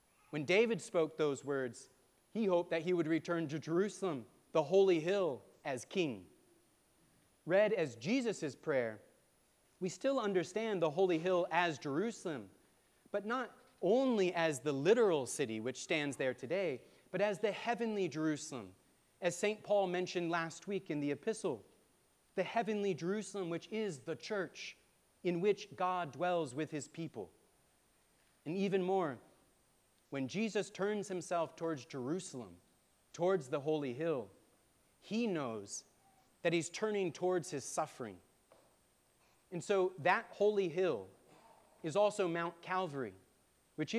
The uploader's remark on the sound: preached at All Saints Anglican Church in Charlottesville, VA on March 26, 2023